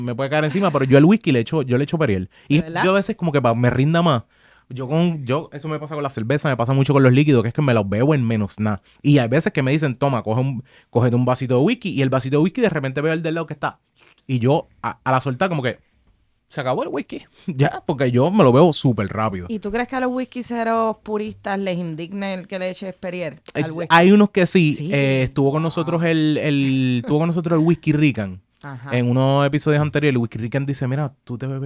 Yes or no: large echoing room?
no